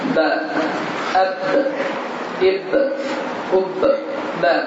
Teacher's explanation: Bə hərfin tələffüz zamanı səs ağızdan çıxır və buruna isə heç bir səs getmir.